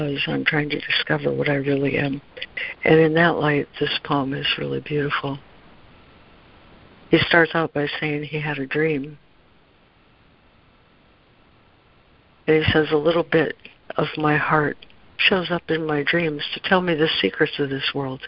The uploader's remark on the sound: ACIM Daily Conference Call.